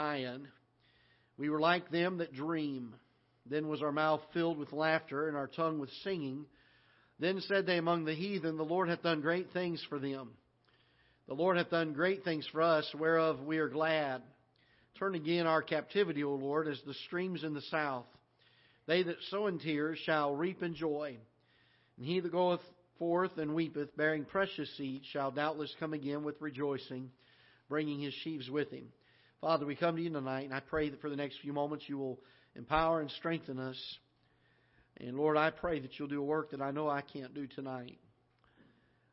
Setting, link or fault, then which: setting, large echoing room